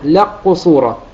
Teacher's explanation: بدون أثر للكاف، اللام بعدها قاف مشددة · Term: إدغام الكاف في القاف